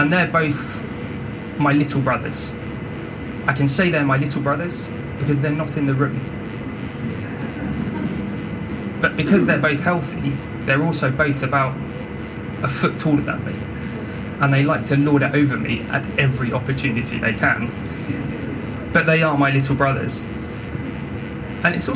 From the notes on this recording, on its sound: We apologise for the technical recording issues in this week's episode!